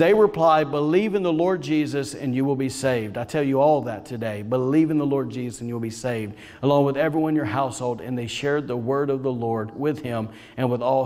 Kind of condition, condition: setting, large echoing room